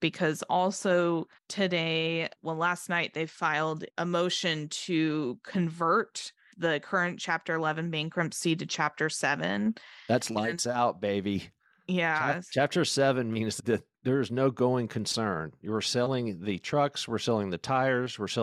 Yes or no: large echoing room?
no